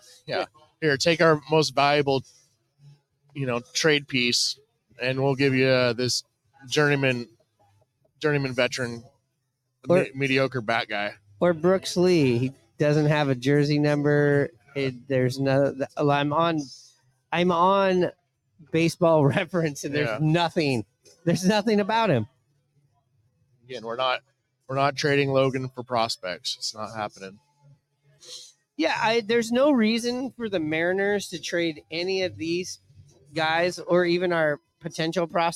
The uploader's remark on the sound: Recorded on location at Last Call in Fremont.